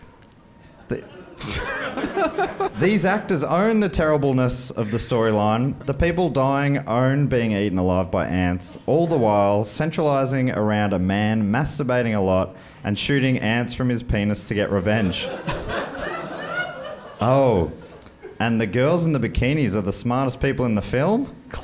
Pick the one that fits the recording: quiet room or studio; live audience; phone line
live audience